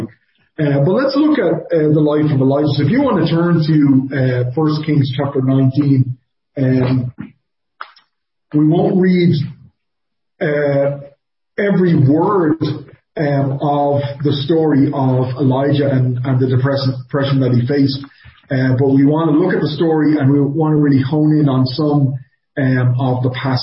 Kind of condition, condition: setting, large echoing room